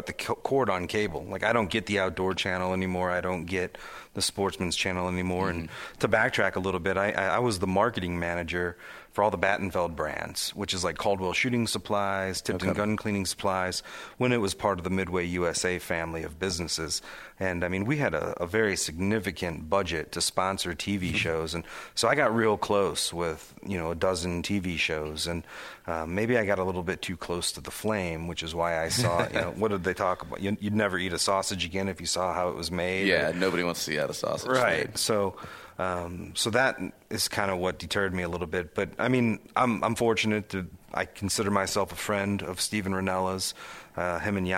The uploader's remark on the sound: at the Professional Outdoor Media Association Conference in Wichita, KS